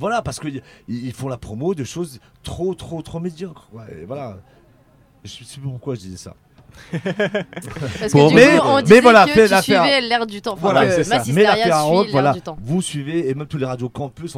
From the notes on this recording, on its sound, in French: Interview dans la Mystery Machine de Radio Pulse. Sur le festival des Bichoiseries.